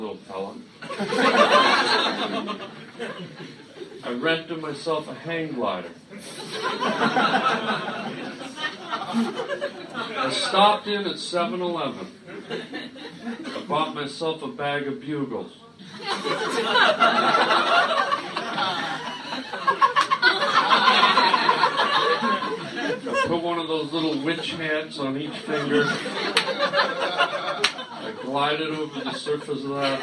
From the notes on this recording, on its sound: LIVE in an attic. Does a live stand up show in the attic of a Chinese diner.